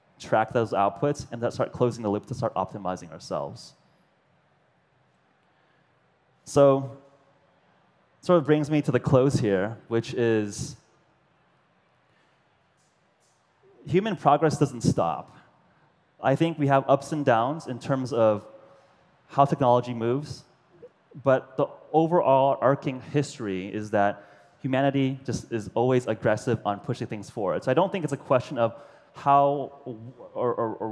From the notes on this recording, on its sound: To a large audience at the popular World's Fair Nano. World's Fair Nano Speech.